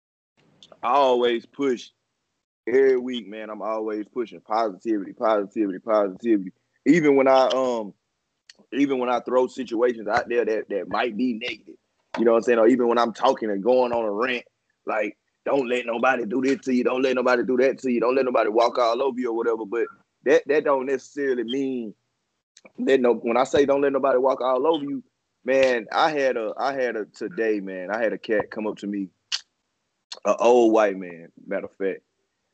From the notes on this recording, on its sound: stopped by Via Skype